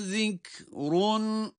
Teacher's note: Zikrun kelimesinde zal harfi peltek.